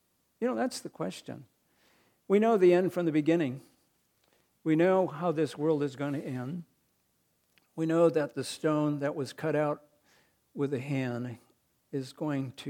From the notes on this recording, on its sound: recorded on May 21, 2022, at the Ringgold Seventh-day Adventist Church.